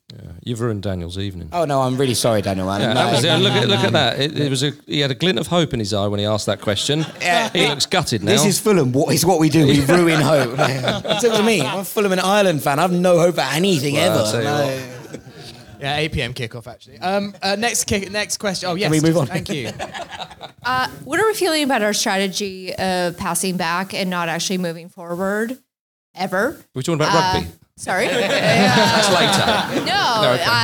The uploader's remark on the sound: live from the Half Moon Putney!